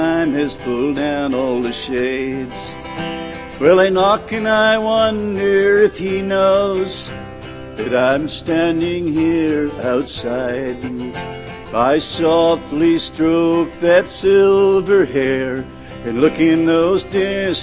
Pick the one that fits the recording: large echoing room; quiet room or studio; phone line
large echoing room